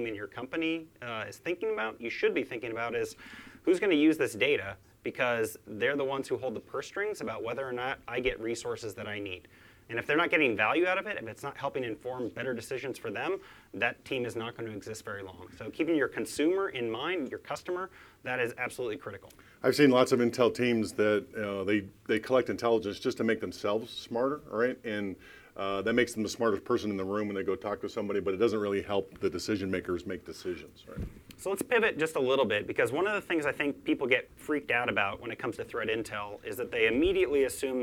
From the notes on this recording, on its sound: This special edition podcast, recorded live at Ignite ‘19 USA.